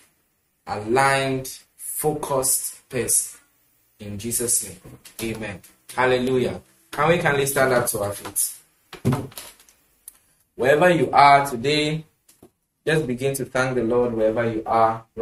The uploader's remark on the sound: Preached at The Super Wednesday Midweek Service, Love Arena Church, Accra.